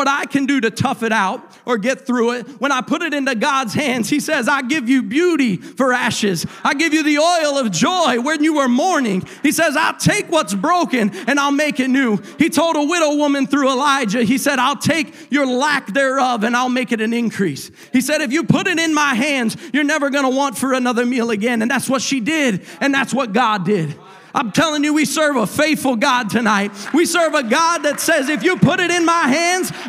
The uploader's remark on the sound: a service recording from Connect Point UPC